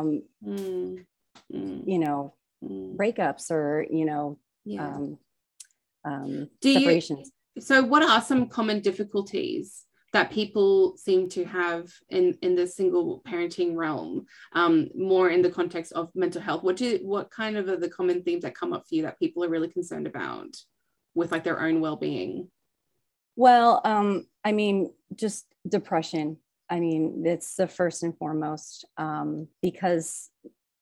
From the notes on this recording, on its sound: This is a replay from the Live Aussie Mums' Mental Health Virtual Event